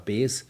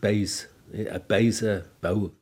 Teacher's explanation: die sogenannte Verzwielautung der langen Vokale · Shown in: second take